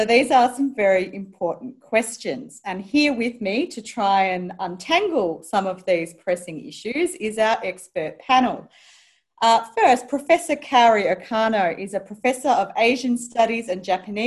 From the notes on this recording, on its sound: Recorded live via zoom